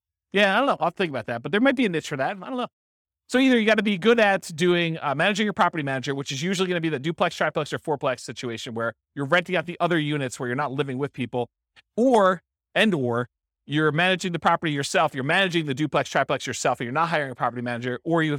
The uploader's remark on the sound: This was a live class recorded